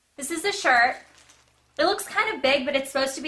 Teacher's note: uptalk, where you end declarative sentences with a rising pitch, as if they were questions